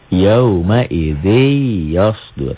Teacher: Melebur, disertai dengan dengung, dan ditahan. · Term: idgham bi gunnah